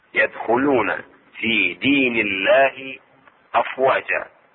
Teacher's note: هنا ترقق اسم الجلالة تخفف